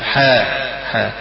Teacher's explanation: ما تقولش بهمزة في آخرها، وإنما هي حاء حاء حاء ميم، تمد هذا الحرف ست حركات مدا طويلة، والحركة مقدار ما تقبض صبع واحد أصبع واحد بقدر ما تقبضه بهذه الحركة.